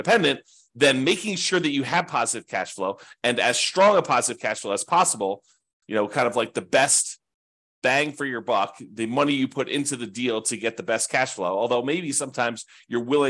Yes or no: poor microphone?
no